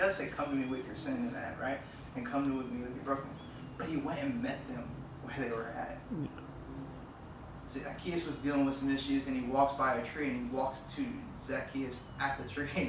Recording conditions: poor microphone